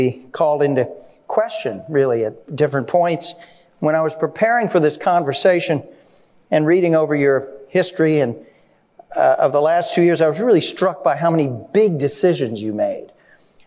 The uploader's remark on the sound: An edited version of a live event recorded on March 2. For a fireside chat.